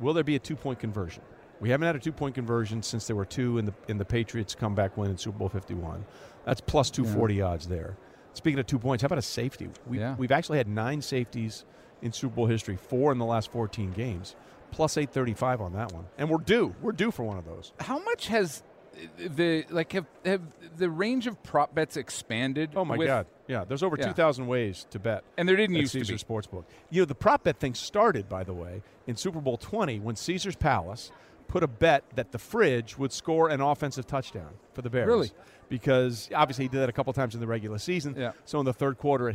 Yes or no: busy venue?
yes